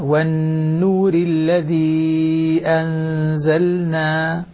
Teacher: أشبعي غنة النون والنور لاحظ غنة النون المشددة